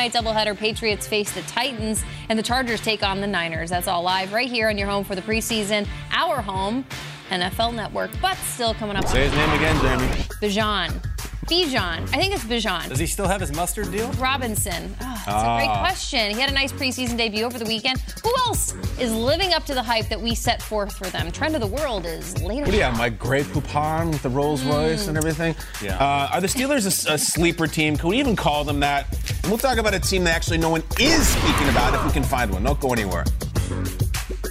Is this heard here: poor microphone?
no